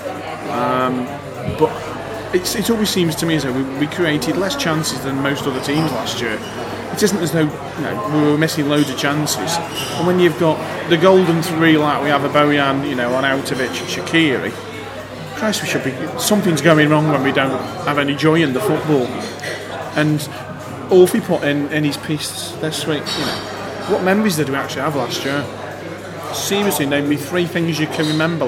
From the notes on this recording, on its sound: I went to the excellent Glebe pub. As you might expect with the interview being recorded in a pub on a Saturday night, there’s a fair bit of background noise.